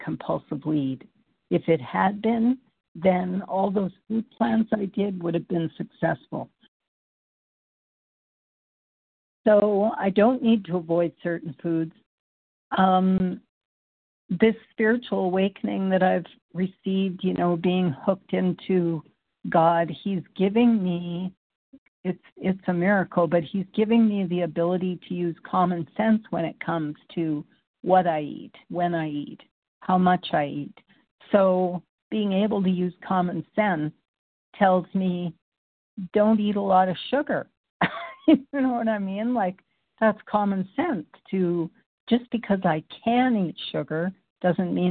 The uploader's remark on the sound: qualification from the 100 Pounders Phone Meeting